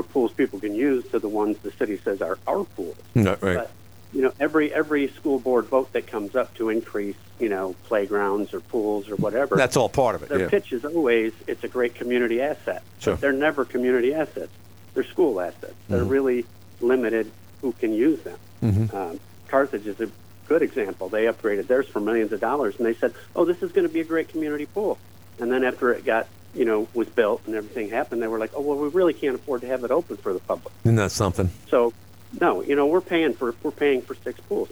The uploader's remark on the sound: Then the ordiance guy called